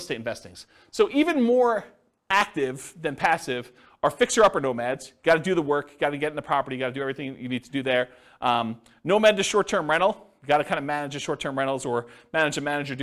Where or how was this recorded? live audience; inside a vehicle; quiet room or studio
live audience